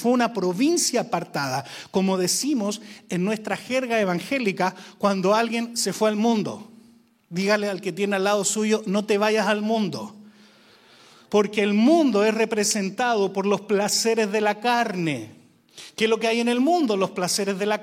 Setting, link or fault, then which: setting, large echoing room